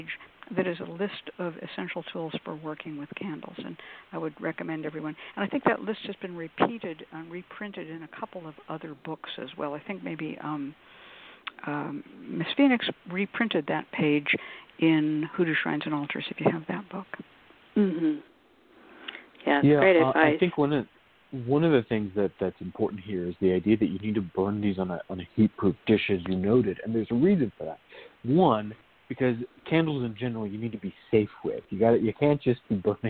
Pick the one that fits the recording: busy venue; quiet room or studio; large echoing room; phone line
phone line